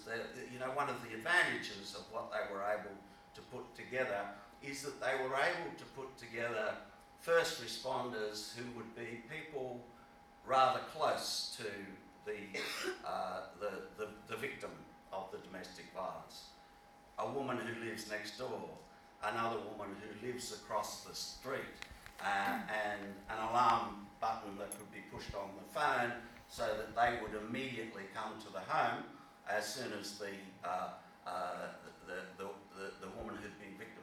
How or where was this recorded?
live audience